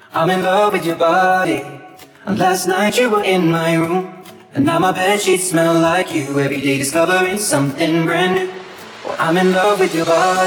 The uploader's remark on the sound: Live Audio at Balabushka